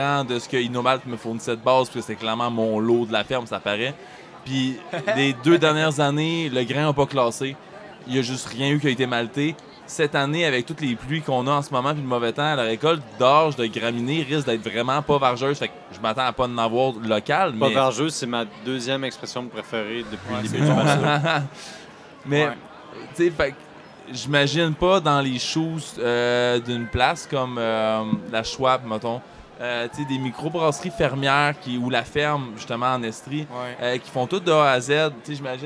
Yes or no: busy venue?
yes